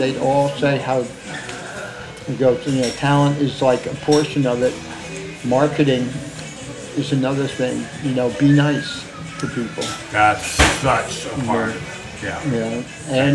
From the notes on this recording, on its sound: Recorded over lunch at the Ear Inn, one of New York’s oldest pubs